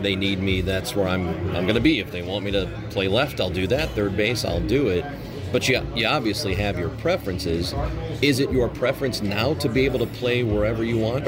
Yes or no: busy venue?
yes